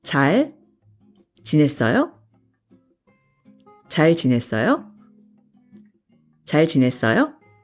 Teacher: Repeat after me to ask the question, which is with the rising intonation.